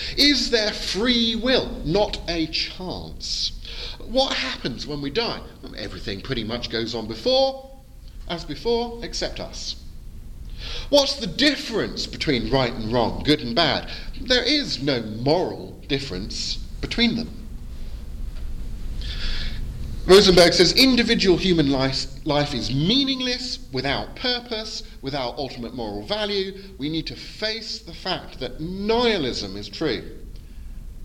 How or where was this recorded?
live audience